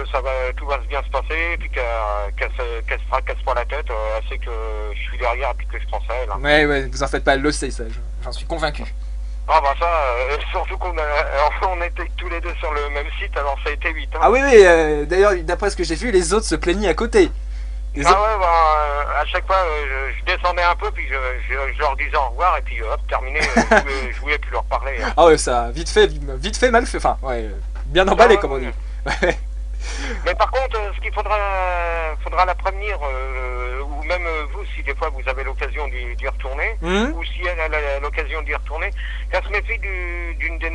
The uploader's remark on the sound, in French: en Prive au Telephone